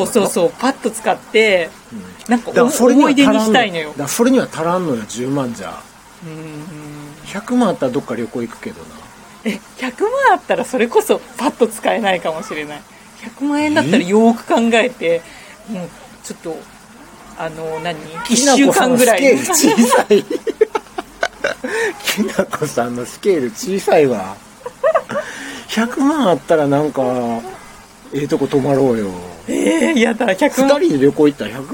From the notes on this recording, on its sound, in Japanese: 公園で収録したのでノイズ多め、ご容赦ください。